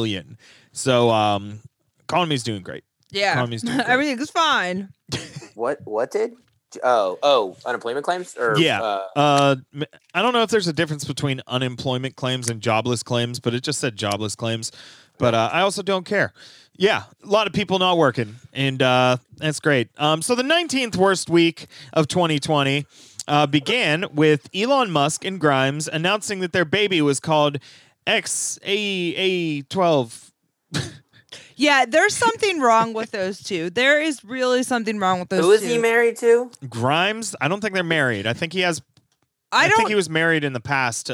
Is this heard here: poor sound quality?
no